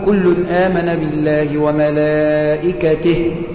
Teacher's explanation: يسقط حرف المد بالكلية عند الوقوف على الهاء · Term: مد صلة صغرى